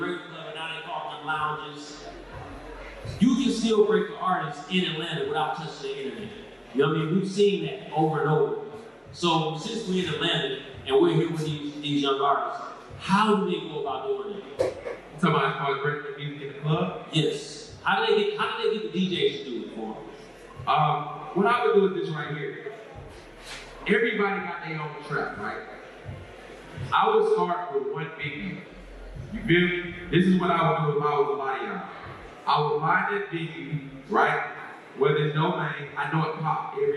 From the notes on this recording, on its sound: At Indie Fest 2022.